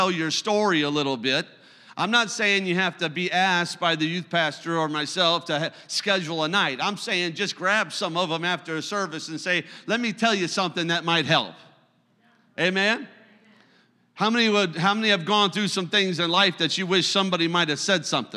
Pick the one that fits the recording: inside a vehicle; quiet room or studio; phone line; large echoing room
large echoing room